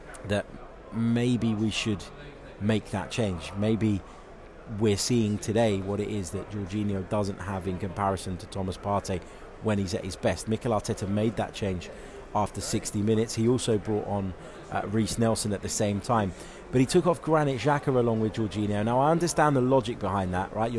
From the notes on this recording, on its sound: reacts live from Emirates Stadium